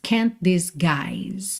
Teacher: você junta o T de can't com o D de disguise